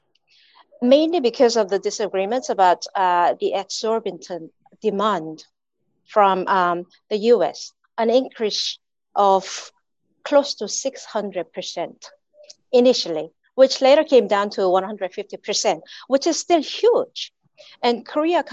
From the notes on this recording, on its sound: A La Trobe Asia/Perth USAsia Centre event. Recorded live via zoom.